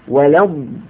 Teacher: اللام هنا يراعى ترقيقها ويحذر القارئ تفخيمها